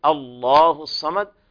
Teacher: أحد الله الصمد، هكذا. أما إذا بدأنا بها نقول الله الصمد، فتغلظ اللام عند البدء